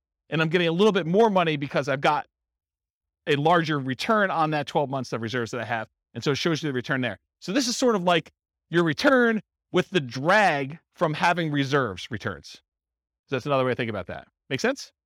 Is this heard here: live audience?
yes